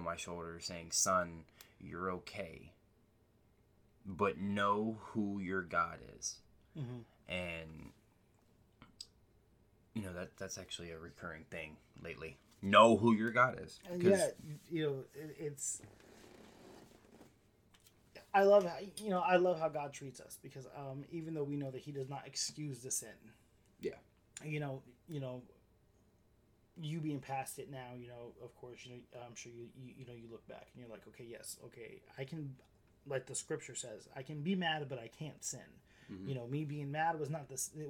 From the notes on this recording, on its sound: We are still having trouble with the audio.